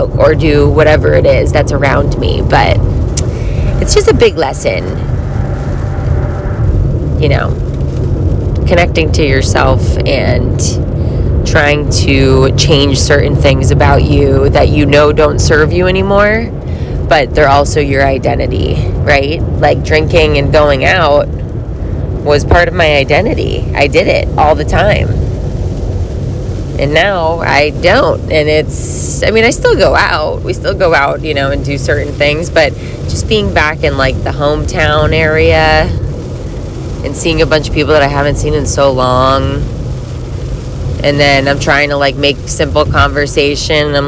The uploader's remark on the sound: a sober talk while I’m driving